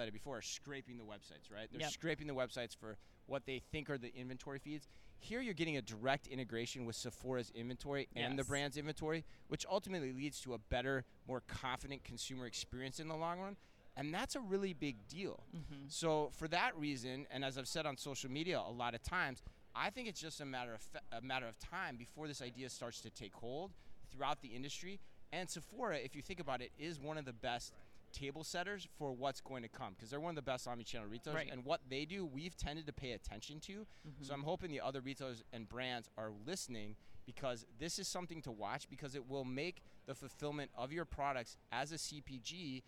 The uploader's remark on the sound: live from Shoptalk Europe in Barcelona